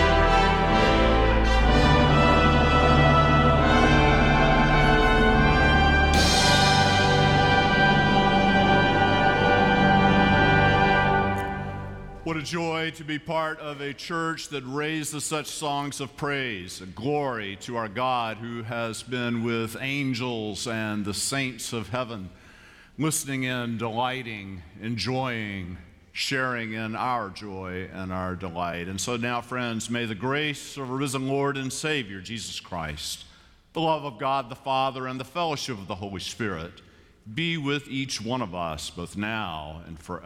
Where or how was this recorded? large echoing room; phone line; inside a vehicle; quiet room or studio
large echoing room